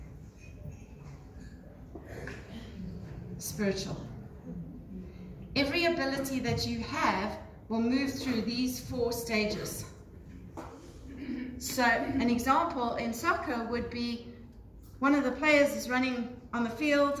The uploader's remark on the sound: Live From Global Woman's Club.